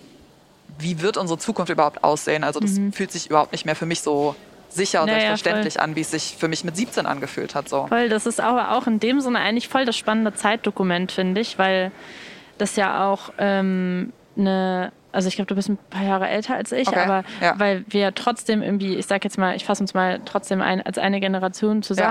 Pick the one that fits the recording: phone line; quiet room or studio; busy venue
busy venue